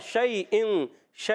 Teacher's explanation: یا لین کو نرمی سے پڑھنا ہے، کھینچنا نہیں ہے